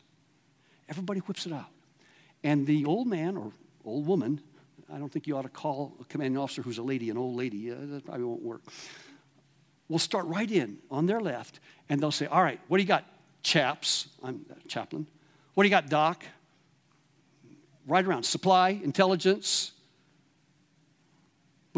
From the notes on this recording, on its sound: at The Awakening Conference LIVE from River House, Garden City, ID.